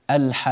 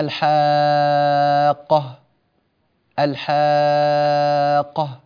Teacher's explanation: فالانتقال من الألف إلى القاف لابد أن يكون بضغطة في الصوت · Shown in: first take · هكذا الحاقة. · Term: التشديد